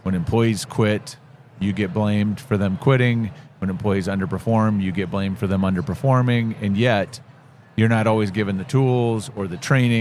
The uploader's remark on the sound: Live at the HR tech 2022 conference